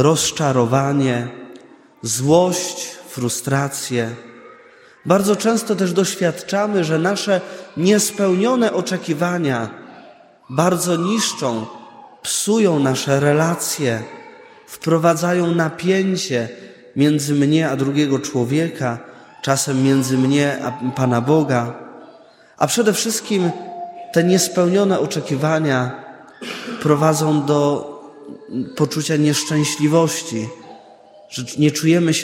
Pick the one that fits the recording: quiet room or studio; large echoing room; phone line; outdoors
large echoing room